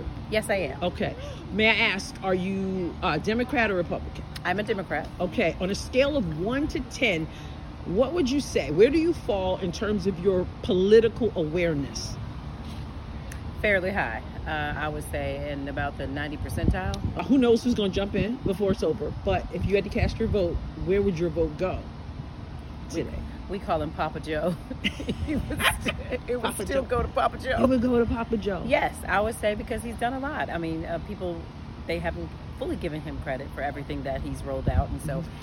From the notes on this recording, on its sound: Day 1: Broadway | Day 2: SEMO Campus. Taking It to the Streets is about getting out and talking to random people about the issues. The second day, I was outside Southeast Missouri State University (SEMO).